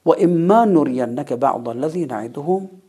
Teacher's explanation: در هر صورت تکیه صحیح بر حرف میم هست، چه مقطوع چه موصول